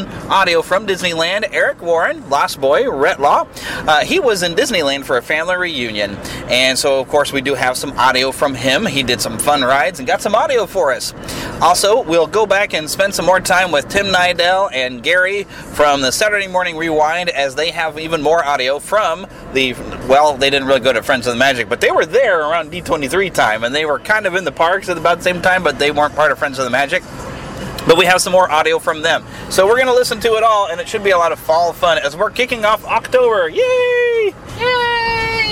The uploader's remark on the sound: were having a great time at a Cider Fest in Louisburg, and of course recorded a little bit of audio fun